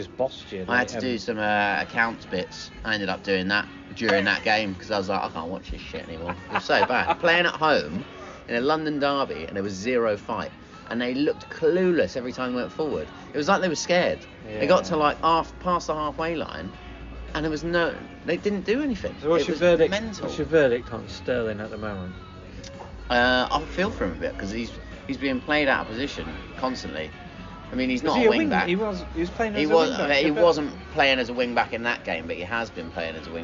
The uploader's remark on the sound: In the pub to record this weeks pod. There is a cracking joke, some singing and lots of footy chat.